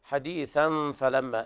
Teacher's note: إخفاء حقيقي لوقوع الفاء بعد التنوين